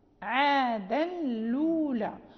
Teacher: يعني عادا الأولى، فالإمام قالون وافق ورش على نقل الحركة، يعني حركة الهمزة انتقلت إلى اللام فصارت لولا عادا لولا، ولكن قالون زاد همزة ساكنة على الواو